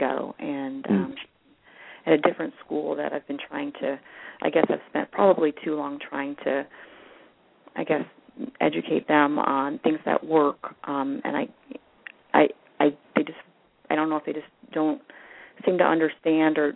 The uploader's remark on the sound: several parents called in with questions